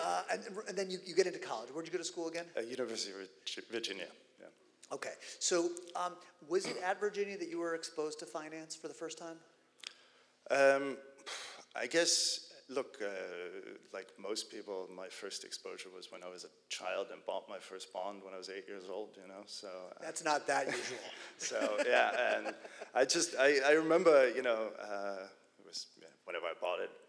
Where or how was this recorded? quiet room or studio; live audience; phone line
live audience